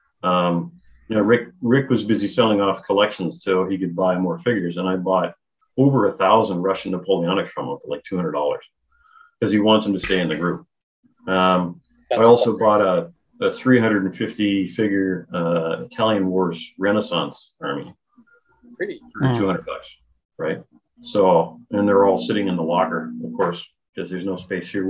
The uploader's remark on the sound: Despite a spotty Zoom connection.